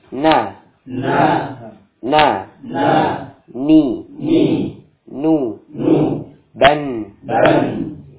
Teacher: nun ketika ditasydid, ya, dia memberikan sifat gunnah. Dan ditahan dua harakat.